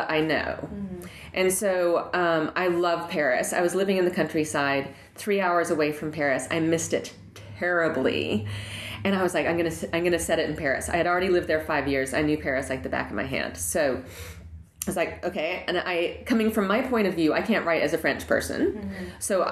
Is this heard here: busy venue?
no